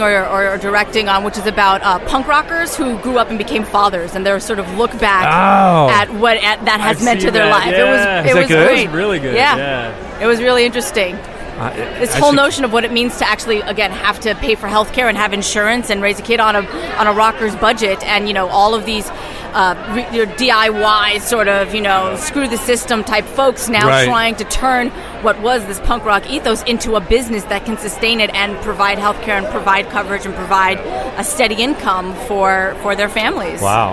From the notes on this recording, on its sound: The Arrogant Healthcare Marketing Bastards were podcasting live from SHSMD 2013 in Chicago.